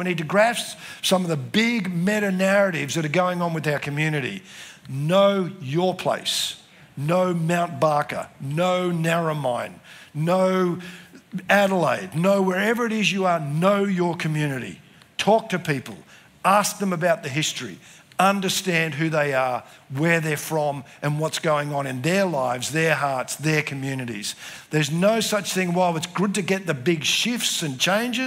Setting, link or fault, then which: setting, live audience